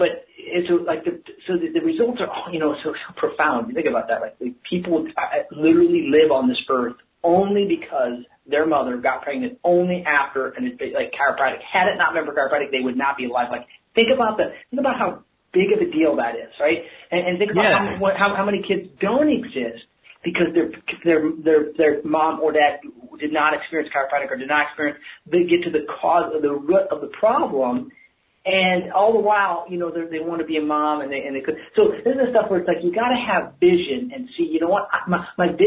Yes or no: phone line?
yes